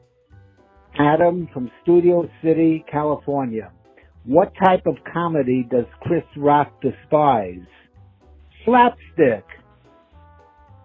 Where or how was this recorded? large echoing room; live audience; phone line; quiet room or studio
phone line